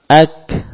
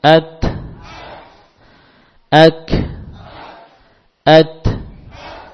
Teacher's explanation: Yang pertama berhenti lalu diikuti nafas. Kaf dan ta. · Term: huruf syiddah